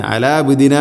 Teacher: ഐന് തൊണ്ടയുടെ മധ്യഭാഗമാണ് അതിൻ്റെ മഖ്റജ്. ഐന് കൃത്യമായ മഖ്റജിൽ നിന്ന് തന്നെ ഉച്ചരിക്കണം.